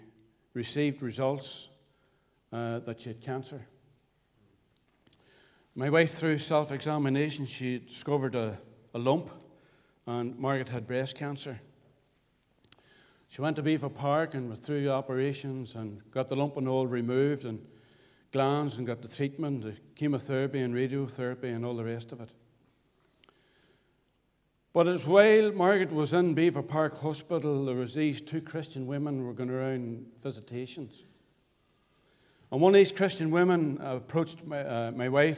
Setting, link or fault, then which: setting, large echoing room